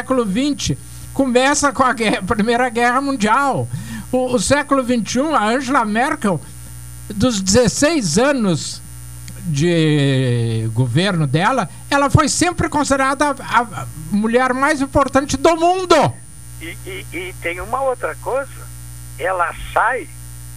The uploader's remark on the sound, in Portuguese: (no estúdio). Por telefone.